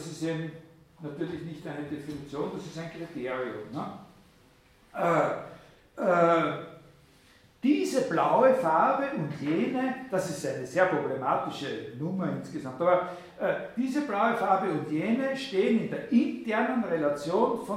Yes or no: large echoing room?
yes